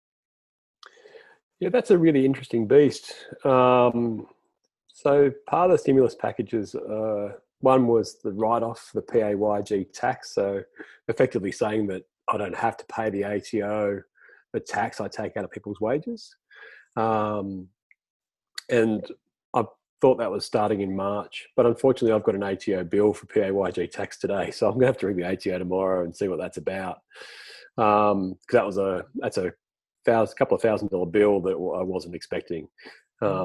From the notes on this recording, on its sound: It have been recorded in zoom and unedited.